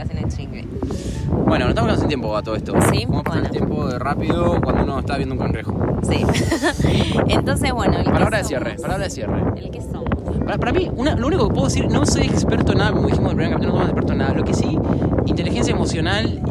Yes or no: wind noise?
yes